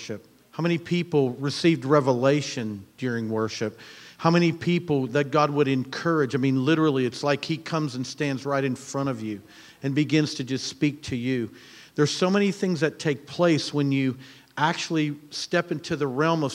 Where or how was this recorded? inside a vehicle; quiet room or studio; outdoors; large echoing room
large echoing room